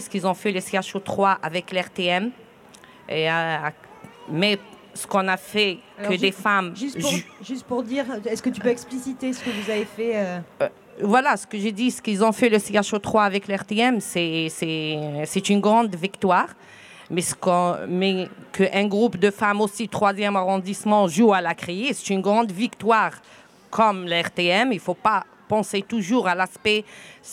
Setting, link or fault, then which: setting, outdoors